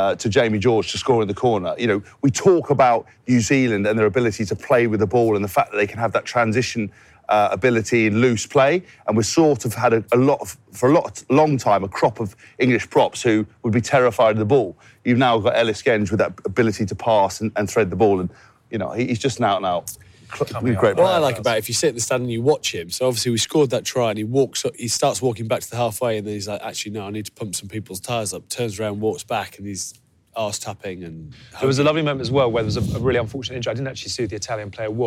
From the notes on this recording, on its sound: Join the boys on the road this week through the streets of Rome! Recorded over three locations. Get in amongst the fans and enjoy the incredible atmosphere at the Stadio Olimpico.